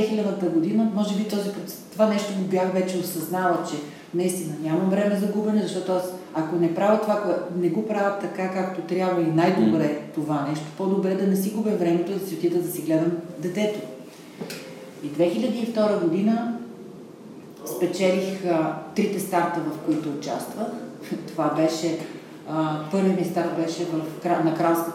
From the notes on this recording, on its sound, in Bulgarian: Моля да ме извините за притеснението при записа и страничния шум.